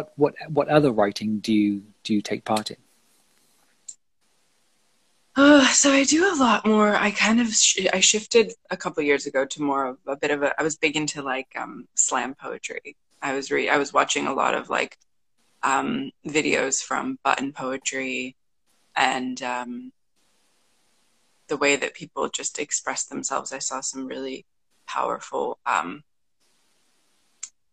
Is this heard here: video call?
yes